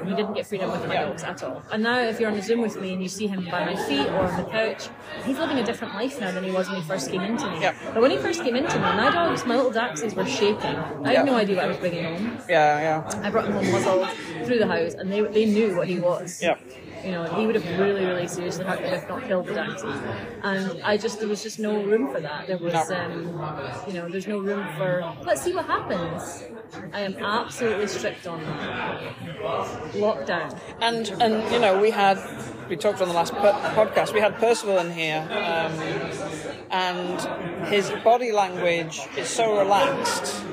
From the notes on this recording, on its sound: Please note there is a bit more noise than usual on the first part of this podcast - sorry! These episodes are recorded chats in Starbucks so may have more background noise than a usual podcast.